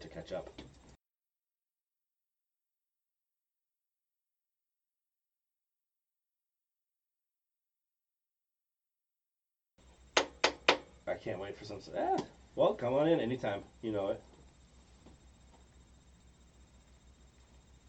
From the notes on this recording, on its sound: Took their talents to twitch.tv/thesyndicatenetwork for this episode. The sound quality was effected by some technical difficulties.